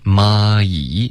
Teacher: 你要从一个啊滑到一个一